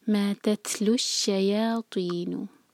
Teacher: شیا یا دو حرکہ اور تو کو ہیوی پڑھیں گے